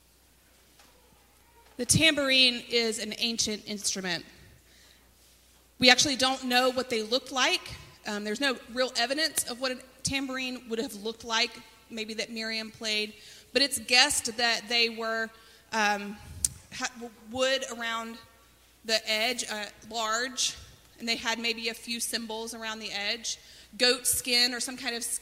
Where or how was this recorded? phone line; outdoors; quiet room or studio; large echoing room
large echoing room